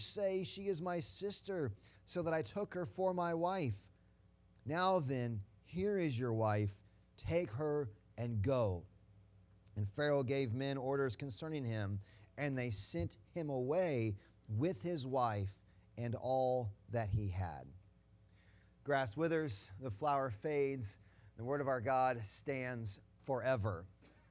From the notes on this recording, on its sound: Sunday Morning Sermon Audio